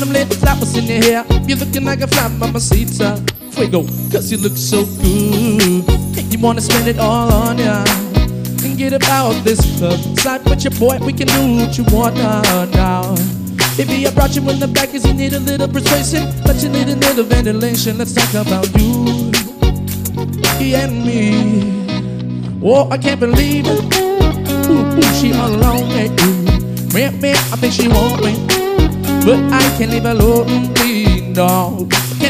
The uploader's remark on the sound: Live at Steel Toad. Live Looping using guitar, and drum pad.